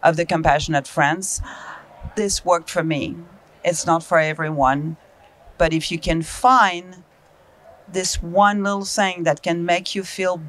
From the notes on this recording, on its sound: At the 45th National Conference of The Compassionate Friends in Houston Texas, 2022